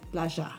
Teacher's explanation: Our double L's are sh, like a sh sound. In any word that has a Y, double L's and Y's are the same.